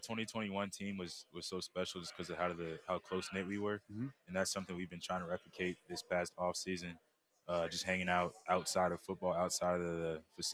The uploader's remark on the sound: live in Charlotte for the final day of the 2023 ACC Football Kickoff.